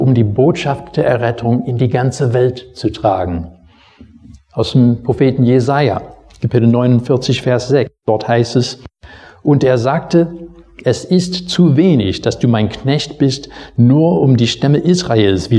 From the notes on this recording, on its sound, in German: Predigt aus dem Gottesdienst vom 27.